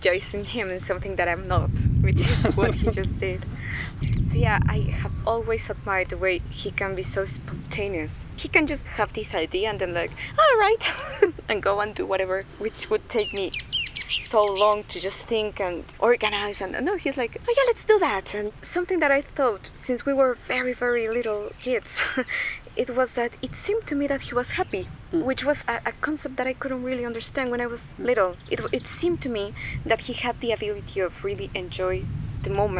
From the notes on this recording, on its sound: Recorded in a very lovely garden in Mexico in 2019, with nature sounds all around. Recorded at Chintamani Retreat Centre, Mexico 2019.